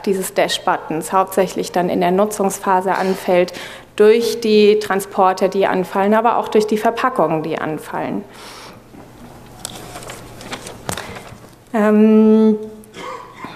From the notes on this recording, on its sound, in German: Wollen wir gemeinsam mit dem Publikum diskutieren.